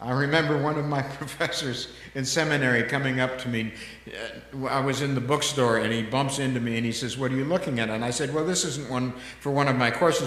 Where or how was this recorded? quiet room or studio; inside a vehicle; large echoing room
large echoing room